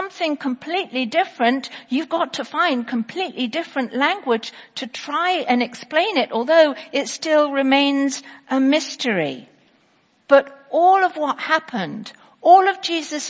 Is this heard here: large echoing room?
yes